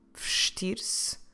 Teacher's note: So if the infinitive form starts with the letters V-E, vestir-se, V-E, a E that we can actually drop, we don't pronounce it properly, we just go vestir-se.